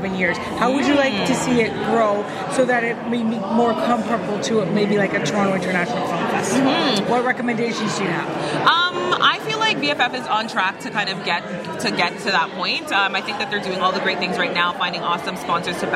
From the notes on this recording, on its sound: on the red carpet at the 2023 Vaughan International Film Festival’s Awards Gala